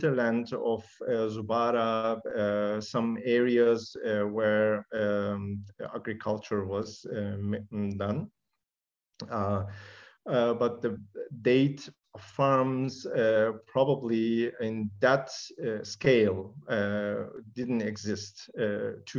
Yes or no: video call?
yes